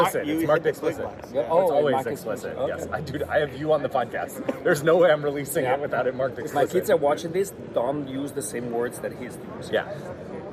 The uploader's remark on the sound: Live from DEF CON 31 CTF. Throughout this episode we talk about the CTF as we’re experiencing it (from a hot tub?!?!). Unfortunately the sound on the interviews during the CTF after party is not the best, but that’s how recording in a closet in the middle of a party goes!